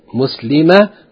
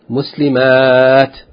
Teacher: the only difference between the singular and the sound feminine plural is the shortness and length of the A.